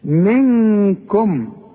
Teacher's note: نون بدون تشكيل بعدها كاف من حروف الاخفاء هنا تغن لازم بمقدار حركتين